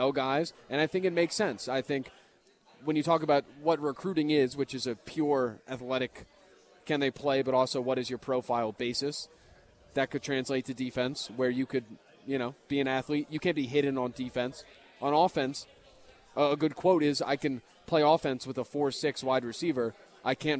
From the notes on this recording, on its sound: Live at Monk's in Sun Prairie.